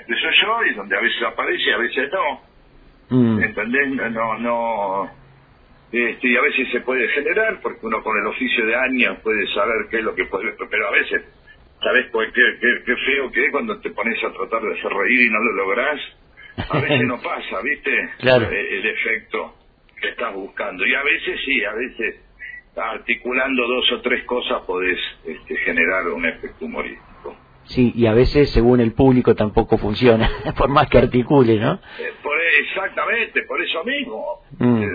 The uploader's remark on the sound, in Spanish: En el marco de la 5ta Feria del Libro y la Lectura. En una charla telefónica.